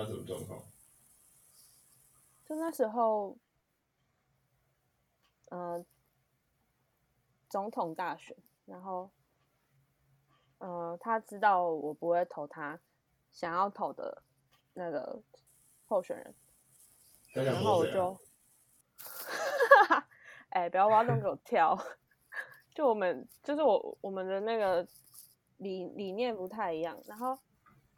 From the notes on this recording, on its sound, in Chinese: 一樣採用遠端錄音和極度拙劣的剪輯能力，還請大家多包容音質和音量上的問題